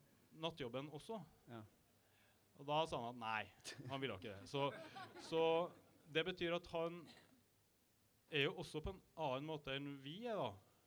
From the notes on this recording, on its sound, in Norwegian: Live-opptak. På Jaeger i Oslo.